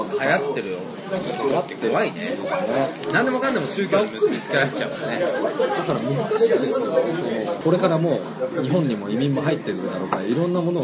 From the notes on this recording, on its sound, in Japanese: 蕎麦屋さんでの収録です